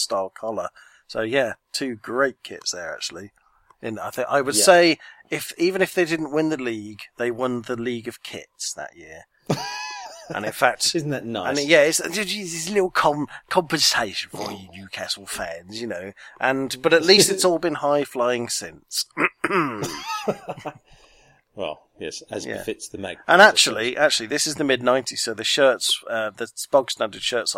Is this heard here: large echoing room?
no